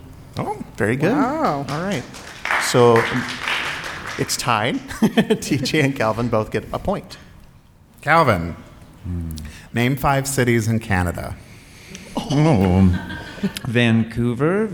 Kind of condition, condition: setting, live audience